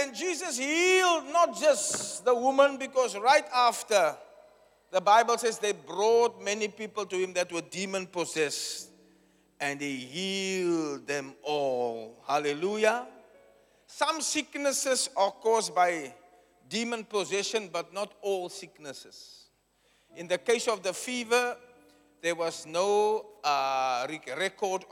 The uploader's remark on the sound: Preached at Zion Sanctuary, Cape Town on the 30 July 2023